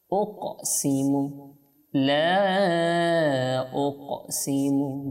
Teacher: উকসিমু, উকসিমু, কফ এর উপরে আপনার সাকিন হলো, আর কফের উপরে যদি সাকিন হয়, তখন আমরা সেটাকে কি করব, কলকলা করব। তো কলকলাটা কীভাবে, এটা সামান্য করে আপনার ধাক্কা দেওয়ার মতে আওয়াজ হবে